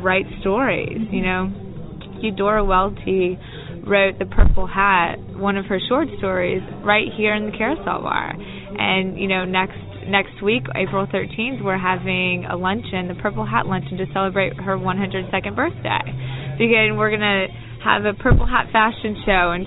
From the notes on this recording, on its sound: Other stops on this audio trip include a tour through Treme and a visit to the famed Carosel bar in the Hotel Monteleone